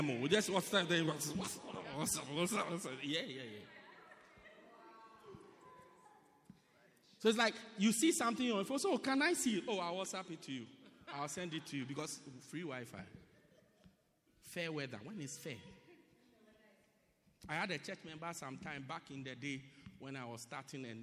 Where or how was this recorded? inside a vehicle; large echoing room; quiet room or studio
large echoing room